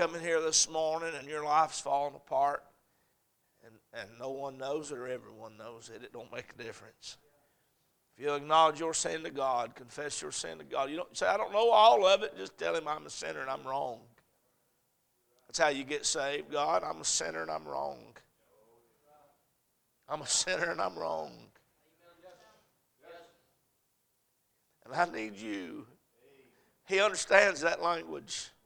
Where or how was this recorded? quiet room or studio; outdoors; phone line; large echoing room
large echoing room